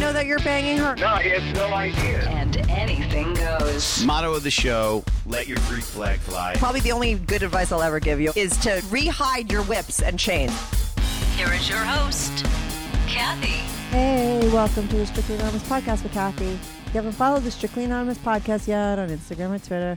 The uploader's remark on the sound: they called in to talk all about it